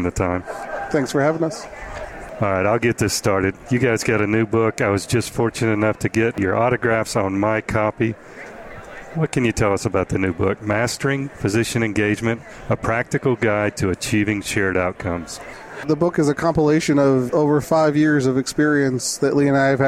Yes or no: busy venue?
yes